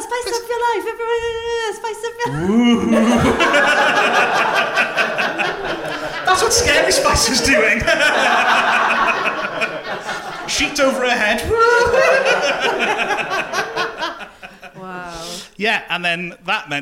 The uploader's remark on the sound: it was all live at the Aberystwyth Comedy Festival.